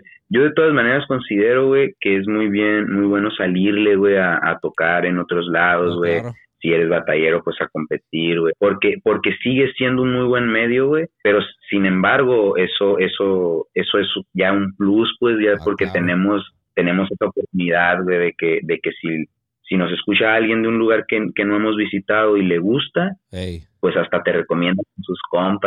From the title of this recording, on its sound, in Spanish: Entrevista Telefónica